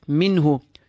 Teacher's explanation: No need for gunna on this noon. The noon is made contact with and then released.